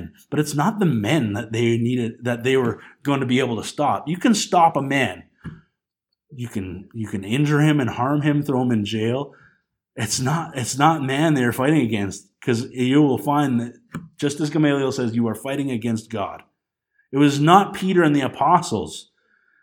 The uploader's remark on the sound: This Sunday morning message was recorded on January 19, 2020 at Bethel Pentecostal Tabernacle in Clinton, BC.